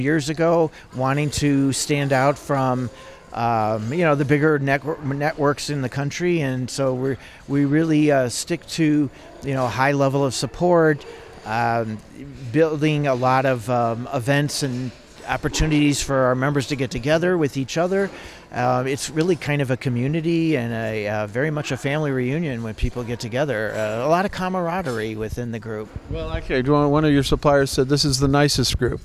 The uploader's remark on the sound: At MAST’s recent conference in Las Vegas.